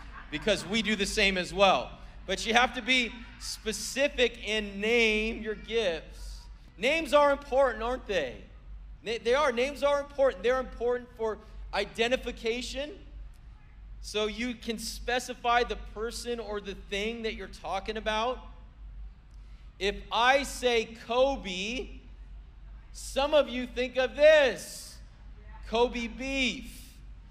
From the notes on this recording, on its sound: was preached on December 24th at the 4PM service